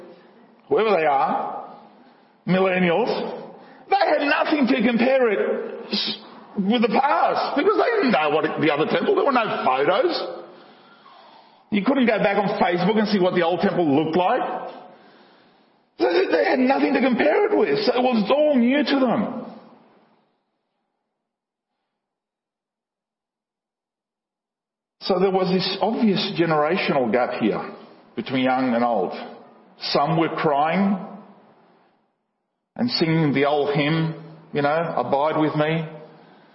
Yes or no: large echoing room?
yes